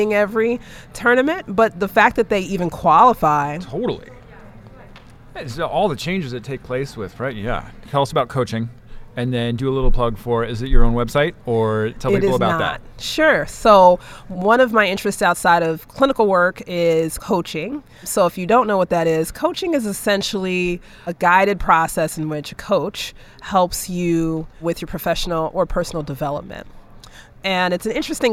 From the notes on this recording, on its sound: recorded at the 2021 AAHKS Annual Meeting